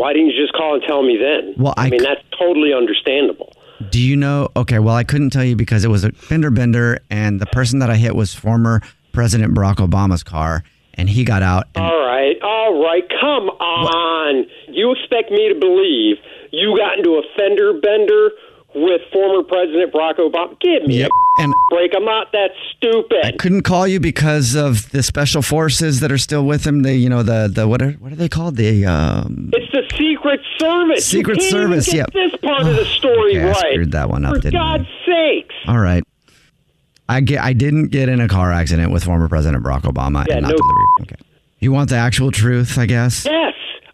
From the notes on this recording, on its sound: Phone Prank